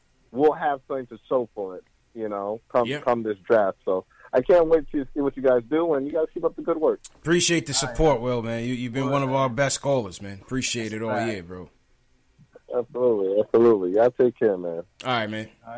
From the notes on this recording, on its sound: take live phone calls from fans around the world